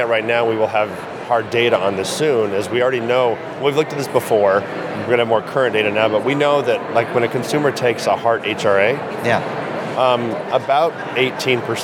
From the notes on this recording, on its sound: Live from SHSMD 2022. Live from the National Harbor in Maryland. Who shares field reporting from the annual Society for Healthcare Strategy and Market Development 2022.